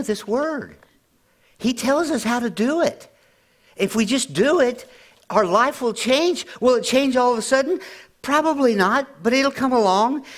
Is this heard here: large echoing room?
yes